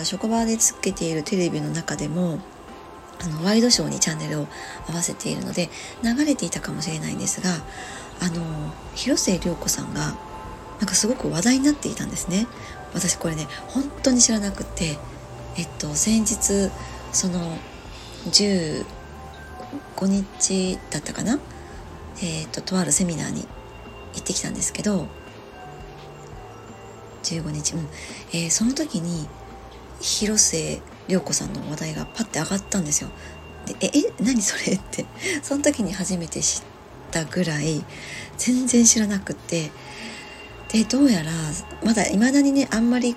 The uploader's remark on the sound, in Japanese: 外の音が様々入ってしまっています お聞き苦しい所がありましたらすみません